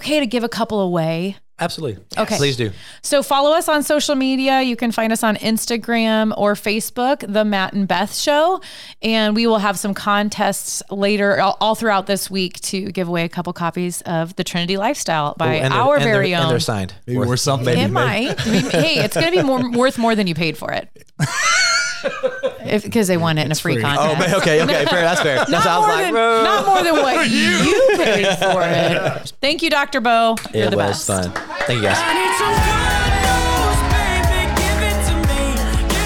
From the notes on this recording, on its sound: So, instead of just recording Episode 11 - we threw a surprise birthday/book anniversary/Episode 11 recording party!